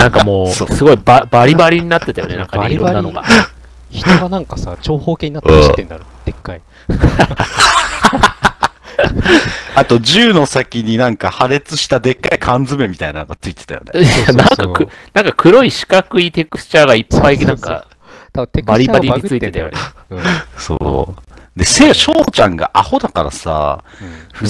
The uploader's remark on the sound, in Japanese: お詫び:今回音質が非常に悪いです。お詫び:今回もまだ音質が悪いです。原因調査中です。多分スタジオ環境が悪い・・？